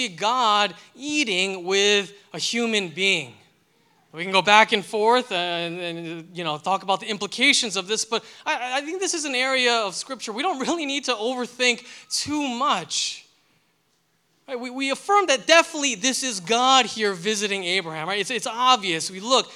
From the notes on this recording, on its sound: delivered this sermon for Liberti River Wards' May 14, 2023, Sunday worship service